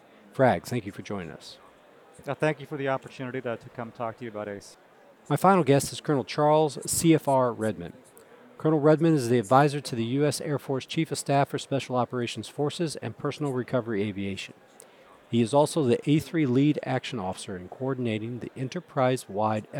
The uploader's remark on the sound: This unique episode was recorded at the Air University booth at the 2023 Air and Space Forces Association Conference.